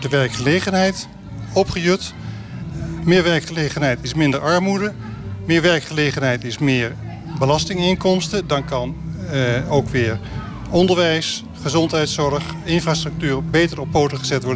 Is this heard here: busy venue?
yes